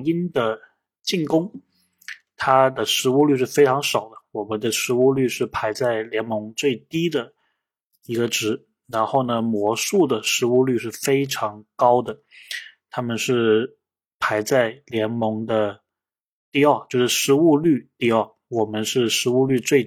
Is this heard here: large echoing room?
no